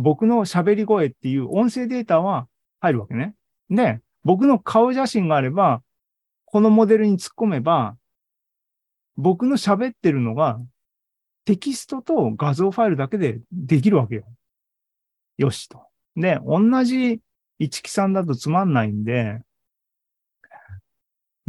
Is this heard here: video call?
yes